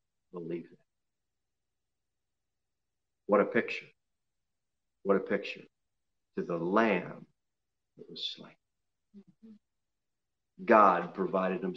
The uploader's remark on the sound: Sermon delivered at Pilgrim Baptist Church on Sunday, November 29, 2020, at 11:15 am. Jere Whitson Rd.